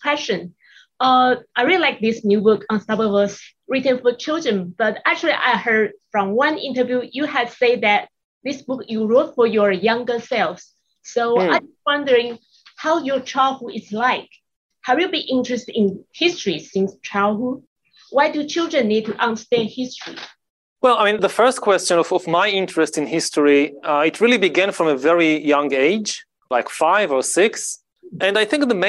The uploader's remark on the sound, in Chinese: 本集節目內容取自遠見雜誌團隊線上專訪錄音